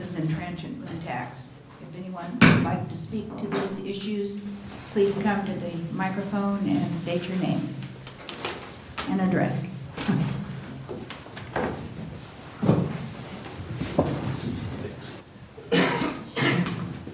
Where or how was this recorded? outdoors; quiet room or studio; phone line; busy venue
busy venue